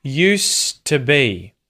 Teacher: the D disappears at the end of the word use. Instead of used, you say used.